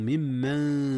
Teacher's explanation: ممن، إدغام متماثلين هنا يا أستاذنا. ممن أصله من من، أدغم النون في الميم